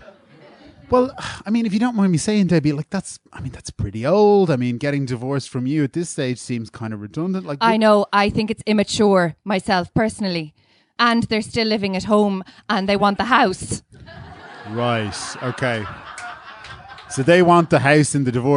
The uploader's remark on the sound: Live At The Tightrope. Live episode of Phoning It In recorded at The Tightrope upstairs in Anseo on May 14th 2018.